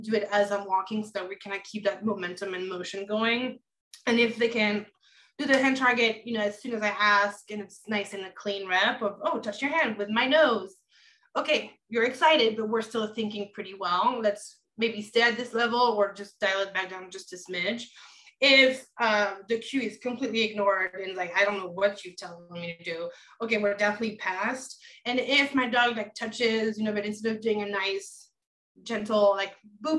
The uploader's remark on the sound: Recorded Webinar